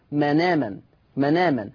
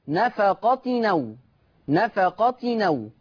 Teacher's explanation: بشيل الهمزة واخد الحركة بتاعتها وانقلها على النون · Term: النقل